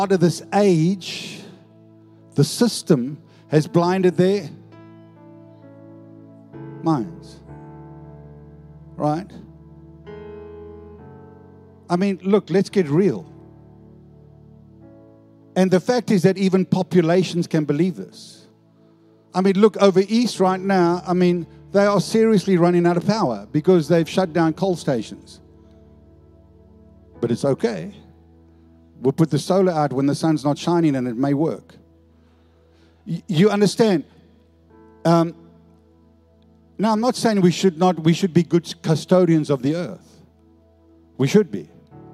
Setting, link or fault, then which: setting, large echoing room